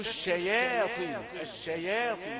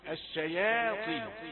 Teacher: الياء رقيقة لما تيجي للطاء تفخمها